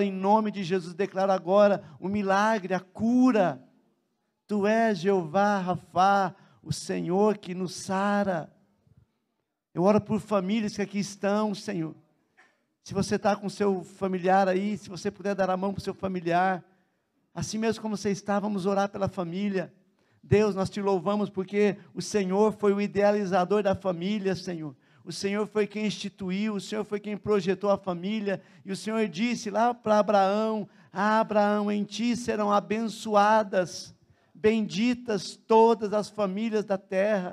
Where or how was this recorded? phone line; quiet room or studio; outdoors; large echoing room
large echoing room